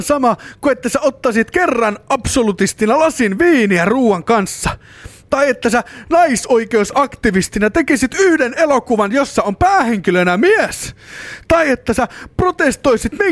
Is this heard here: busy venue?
no